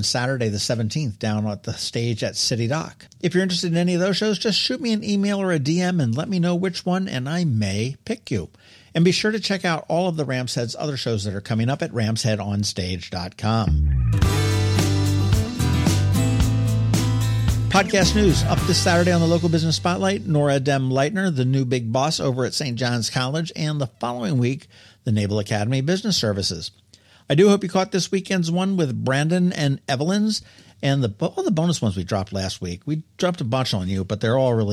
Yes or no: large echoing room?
no